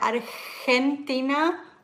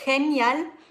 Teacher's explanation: G vor E und I, zum Beispiel bei Argentina oder bei Genial, da wird es wie ein CH ausgesprochen.